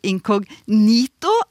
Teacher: uttalen av inkognito incognito med trykk på tredje stavelse, altså incognito, er veldig utbredt, så regnes den altså ikke som riktig.